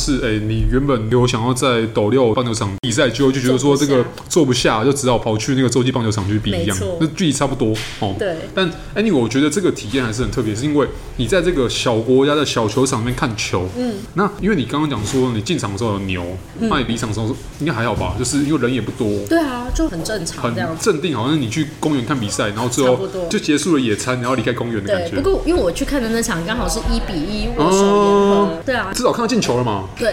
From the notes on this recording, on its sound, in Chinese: 本集白噪音指數：蚊風級 1/5。本集開場前 1 分鐘是按下錄音鍵前的無剪輯片段。錄音地點： Leisure Cafe。